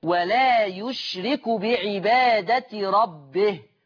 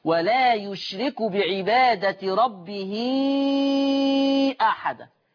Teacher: احنا عندنا في لغة العرب نبتدئ بمتحرك، مش دي لغة العرب، بيبتدئ بمتحرك ويقف على ساكن، ويقف يسكنه الحرف الاخير، فلازم اسكن الهاء عند الوقف · Shown in: first take · اقول ولا يشرك بعبادة ربه، واقوم واقف بسكون الهاء.